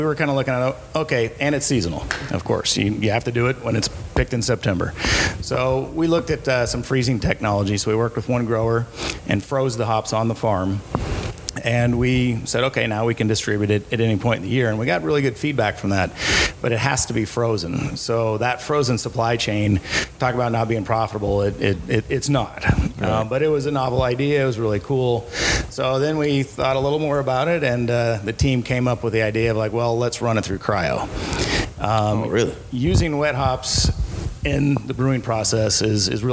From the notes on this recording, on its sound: We're LIVE at the 18th Annual Hop & Brew School. Live From Hop & Brew School. We're LIVE at the 18th Annual Hop & Brew School , hosted by Yakima Chief Hops (YCH)!